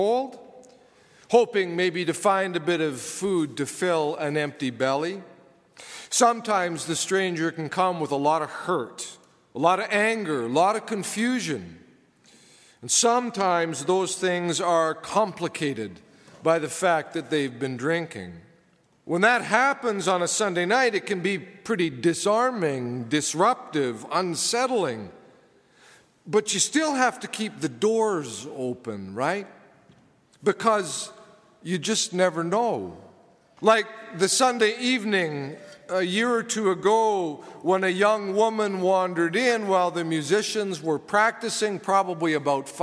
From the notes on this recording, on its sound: preached at saint benedict's table on Christmas Eve 2015